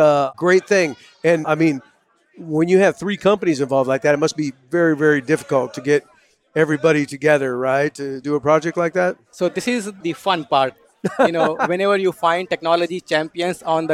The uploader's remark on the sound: Live from the 2022 World Oil Awards